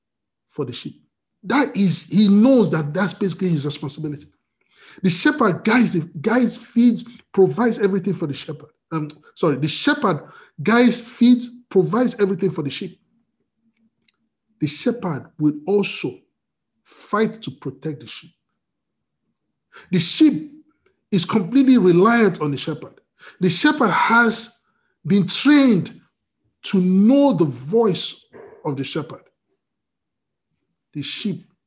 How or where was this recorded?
video call